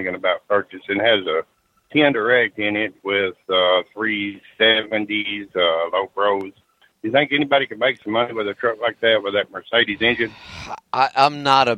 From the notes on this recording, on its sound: Call in Question and Answer Show